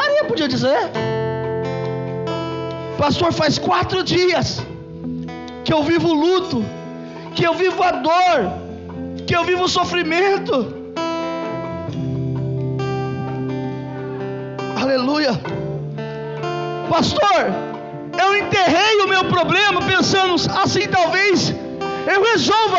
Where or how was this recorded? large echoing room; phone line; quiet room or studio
large echoing room